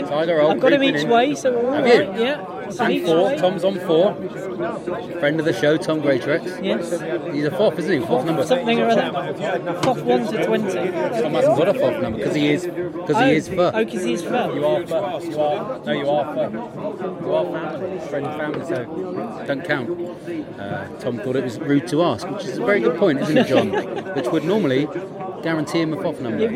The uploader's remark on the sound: This week is live from the Cheltenham Races. Featuring live racing.